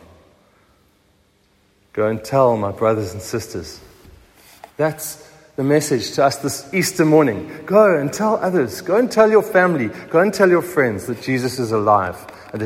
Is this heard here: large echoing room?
yes